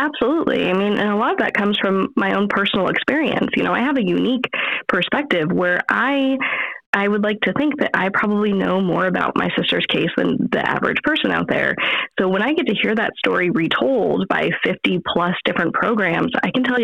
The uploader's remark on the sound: our phone connection was a little wonky